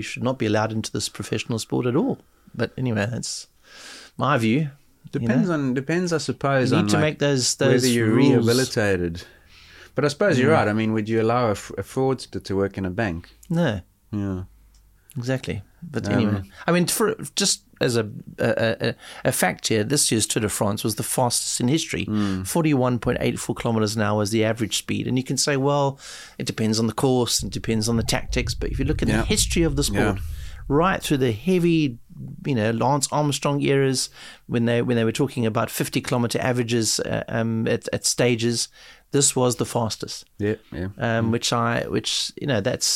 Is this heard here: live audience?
no